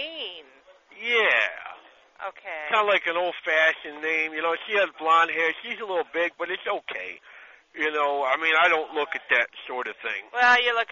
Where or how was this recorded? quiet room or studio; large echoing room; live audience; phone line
phone line